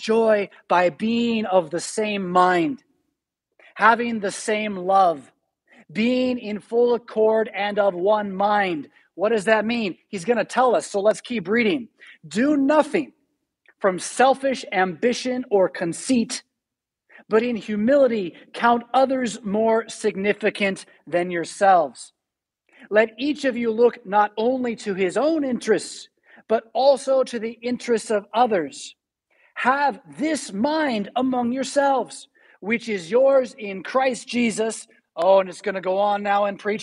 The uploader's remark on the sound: Preached at St Paul Lutheran Church , Rockford, Illinois on November 7, 2021.